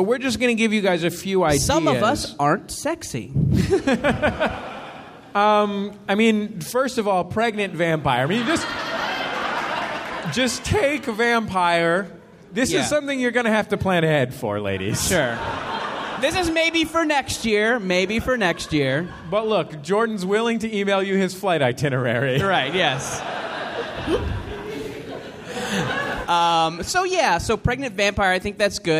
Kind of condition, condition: setting, live audience